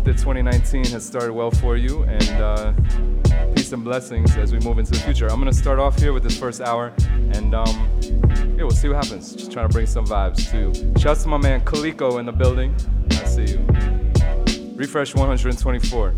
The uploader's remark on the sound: Originally broadcast live on January 3, 2019 from the storefront of Kinfolk 90 in Williamsburg, Brooklyn, New York City. Broadcast live on WAXX.fm.